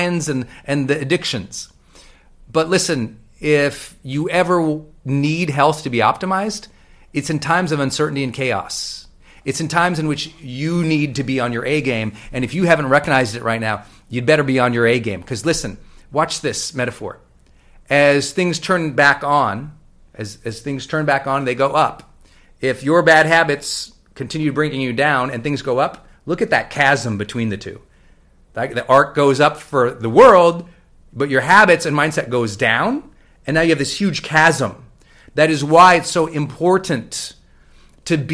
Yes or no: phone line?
no